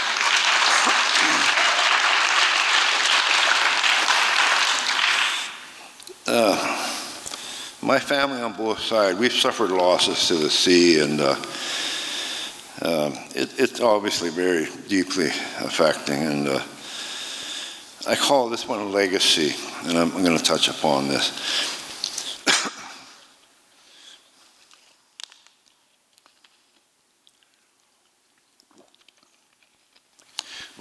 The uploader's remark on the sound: These performances were recorded at the Liberty Theatre in Astoria, OR on Friday, February 24th, 2023.